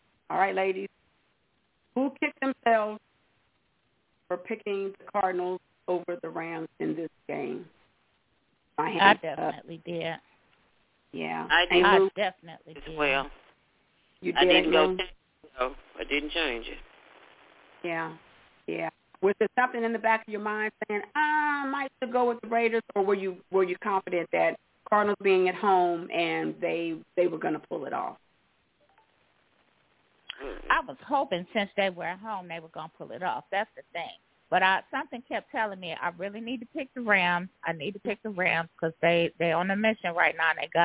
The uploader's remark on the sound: your phone calls